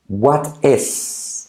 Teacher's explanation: La T se convierte en R suave, la I como es.